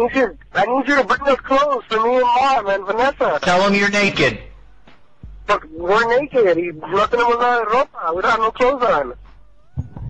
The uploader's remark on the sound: Prank Phone Calls